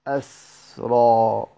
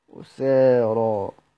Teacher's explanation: حمزة فتح الهمزة وسكون السين من غير ألف · Shown in: first take · والإمالة طبعا، وبالإمالة يقرأ أسري سيدنا حمزة على وزن فعل، جمع أسير بمعنى مأسور، وسبقا وجهنا هذه القراءة في كتاب الكشف.